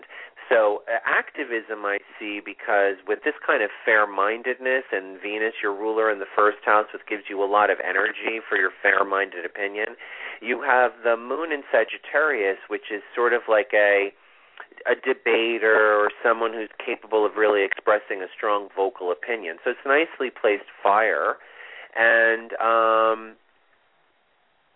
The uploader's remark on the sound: This is a call in show.